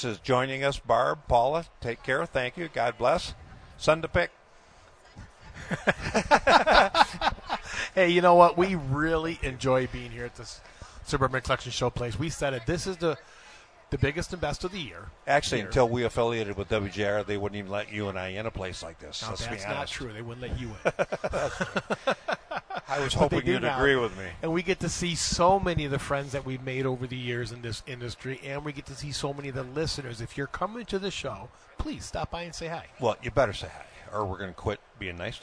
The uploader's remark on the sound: Live From the Novi Home Show